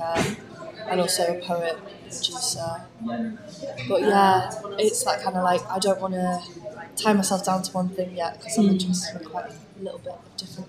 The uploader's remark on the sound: at the NSDF festival!